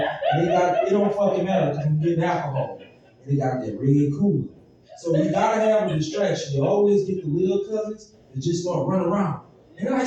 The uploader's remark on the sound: Live at Boomerang Comedy Theater pt 2. Part two of a two night show event.